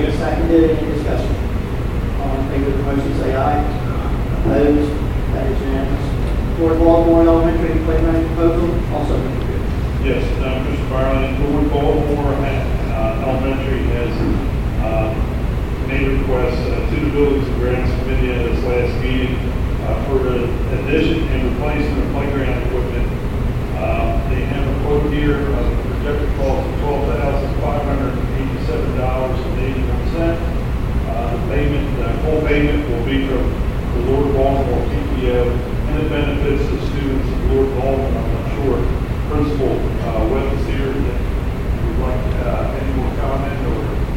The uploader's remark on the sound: Audio recording of regular Board of Education meeting on August 22, 2016.